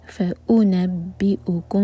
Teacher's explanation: بی کے بعد حمزہ پر cut off sound